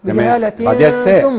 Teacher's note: غنة الاخفاء الحقيقي في الاولى مرققة لان ما بعدها حرف مرقق